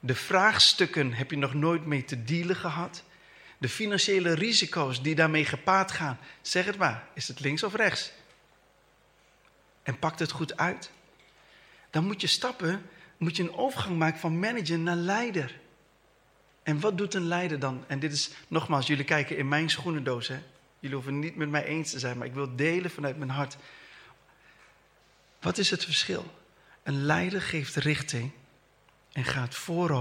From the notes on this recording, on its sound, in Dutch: Deze preek is opgenomen tijdens de eredienst van Christengemeente Dinxperlo te Dinxperlo.